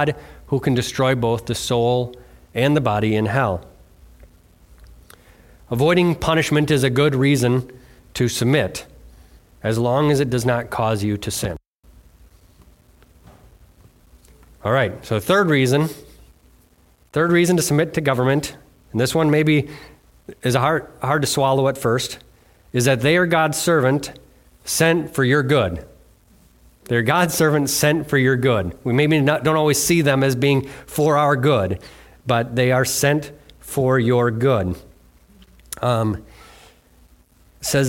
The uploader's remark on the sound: Delivered on Sunday, February 18th, 2024 at Bible Center Church in Maiden Rock, Wisconsin.